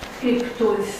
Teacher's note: Aici este clar o asimilare parțială. Deci B, T a devenit P, T. O asimilare parțială.